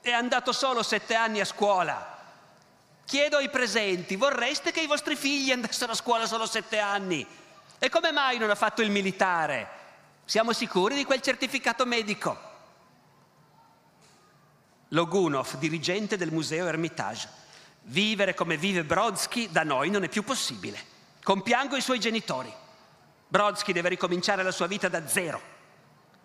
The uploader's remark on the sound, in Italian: Evento organizzato dal Festival della Mente a Sarzana